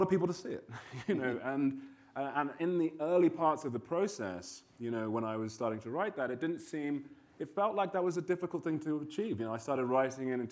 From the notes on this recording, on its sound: This episode was recorded on January 27, 2019, in front of a live audience at the SundanceTV HQ on Main Street in Park City, UT during the 2019 Sundance Film Festival.